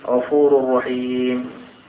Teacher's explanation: إدغام كامل بغير غنة ويسمى كاملا لانعدام أثر الحرف المضغم وحرفاه هما الراء واللام.